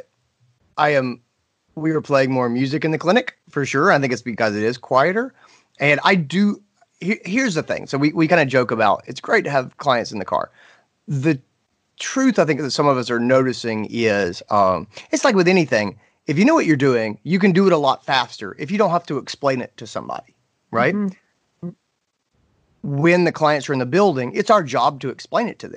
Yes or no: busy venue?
no